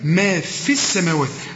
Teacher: بلغي الياء لأنها سكنة